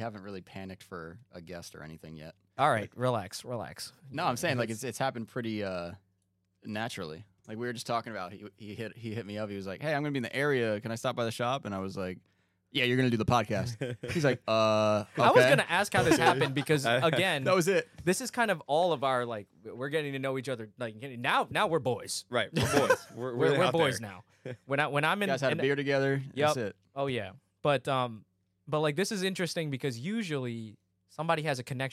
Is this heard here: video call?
no